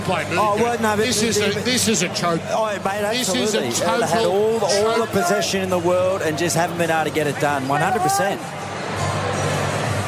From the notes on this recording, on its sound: as we call all the action live from the Adelaide Oval